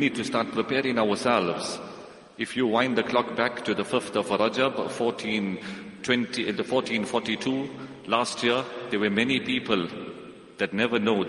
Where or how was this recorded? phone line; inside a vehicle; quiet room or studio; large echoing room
large echoing room